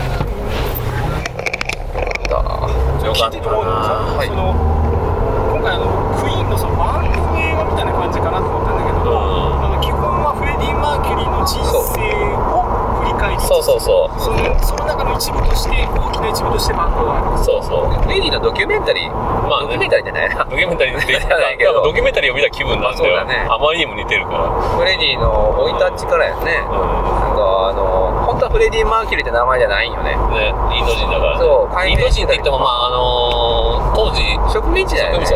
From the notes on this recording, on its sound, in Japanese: 音質悪いです